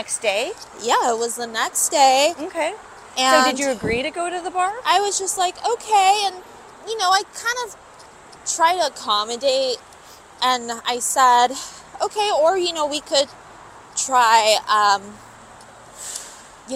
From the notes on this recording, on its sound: Walking the streets of LA